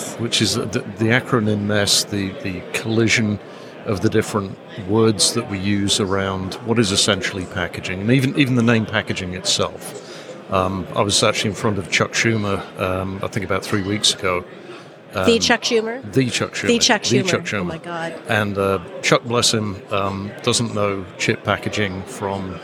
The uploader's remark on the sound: recorded at IMAPS DPC 2023